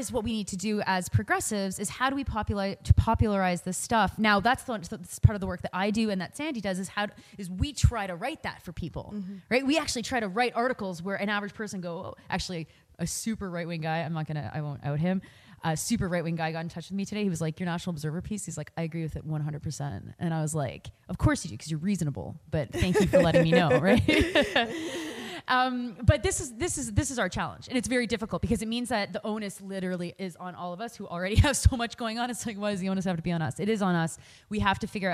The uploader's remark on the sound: live show, hosted by the YWCA in Hamilton